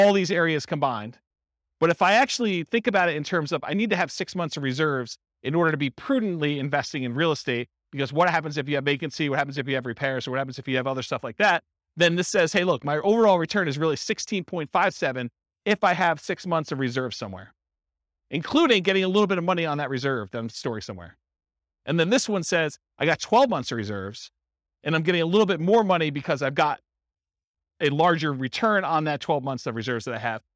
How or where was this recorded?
live audience